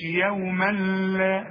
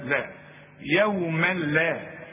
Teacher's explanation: ادغام كامل بدون غنة ما تغنش هنا عند اللام وعند الراء · Shown in: second take